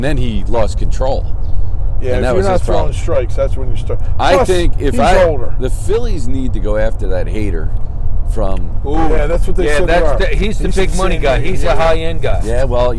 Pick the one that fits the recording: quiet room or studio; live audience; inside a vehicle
inside a vehicle